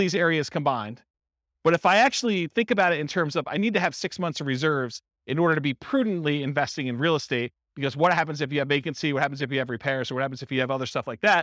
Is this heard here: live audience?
yes